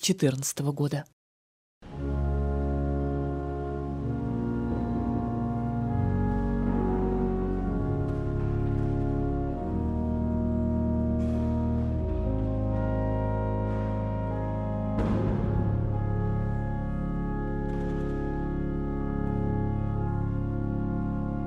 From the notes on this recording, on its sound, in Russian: Орган под сводами церкви Св. Фомы. Записи с Баховского фестиваля в Лейпциге.